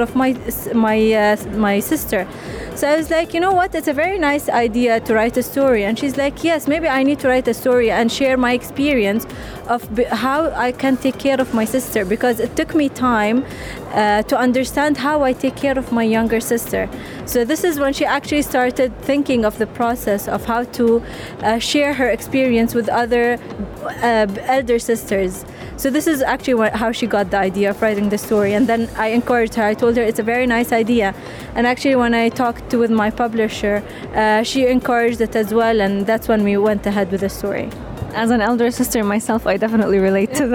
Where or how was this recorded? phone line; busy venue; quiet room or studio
busy venue